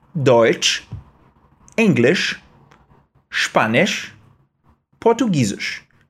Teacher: Você percebeu que todos eles terminam com esse som de sh?